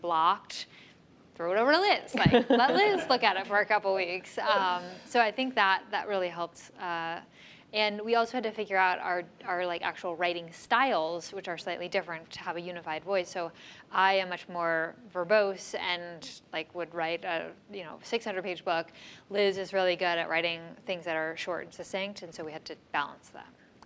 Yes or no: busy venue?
yes